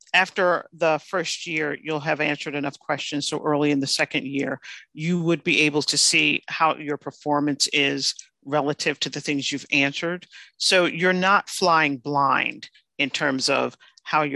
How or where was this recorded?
video call